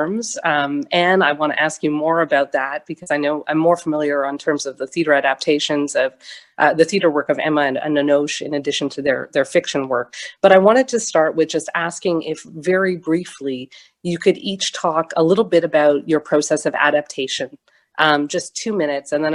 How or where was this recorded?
video call